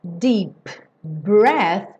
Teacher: o PB também vai soar uma consoante só.